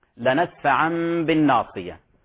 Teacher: قلب النون الساكنة أو التنوين ميما ثم إخفاء هذه الميم مع الغنة · Term: الإقلاب